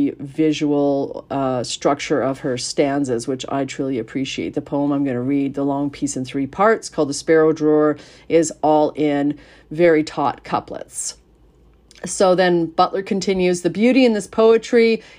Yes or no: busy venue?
no